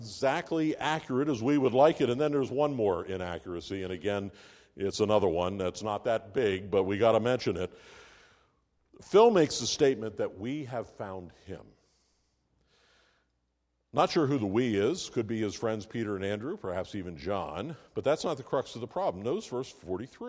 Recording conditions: large echoing room